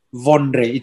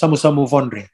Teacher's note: So the V-O-D-R-E, it's Vondre. It sounds like an N just before the D.